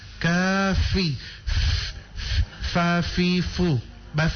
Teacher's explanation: huruf fa itu bukan bibir ketemu bibir, bukan pi kapi, tapi gigi atas ketemu dengan bibir di bawah